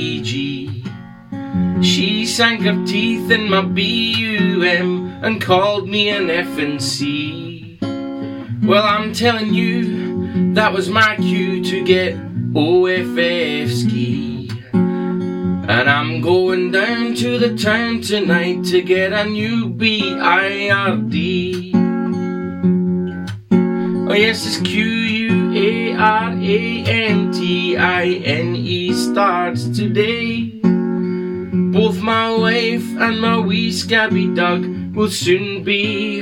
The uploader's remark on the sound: Phone Demo